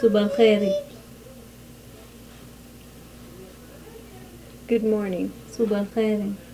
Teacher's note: Example of the voiceless velar fricative.